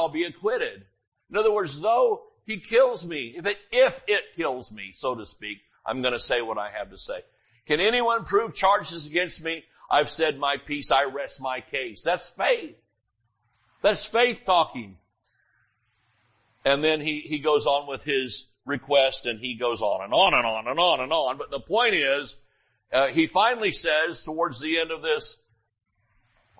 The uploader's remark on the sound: Sunday Morning Service